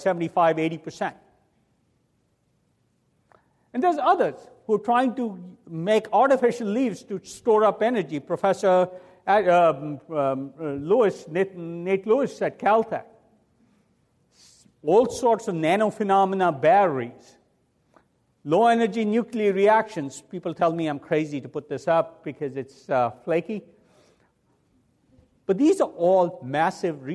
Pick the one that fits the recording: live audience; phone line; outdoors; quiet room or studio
live audience